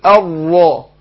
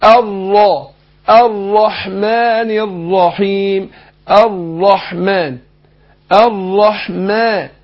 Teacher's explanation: فبفخم الراء مشددة مفتوحة فبفخمها . وناخد بالنا قلنا ايه من مسألة التكرير لان الراء ما